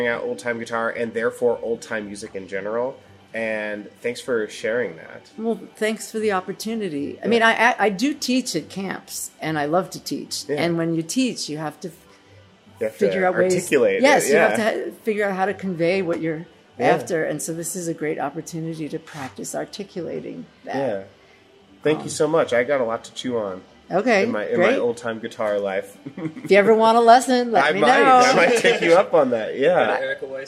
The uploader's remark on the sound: We recorded this at Clifftop!